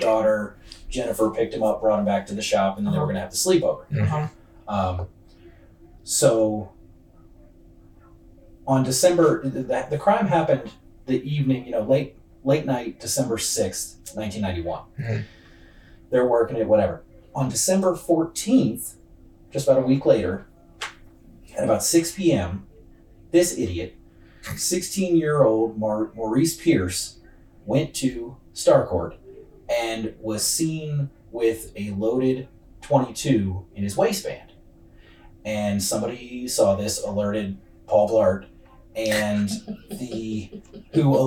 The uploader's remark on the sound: PLEASE BE ADVISED that the sound on this episode is terrible. The wrong input was selected so the episode recorded from the computer microphone instead of our sound board.